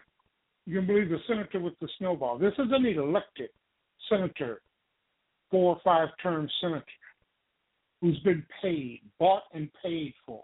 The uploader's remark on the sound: Poliitical TALK RADIO. LIVE and call-in broadcast.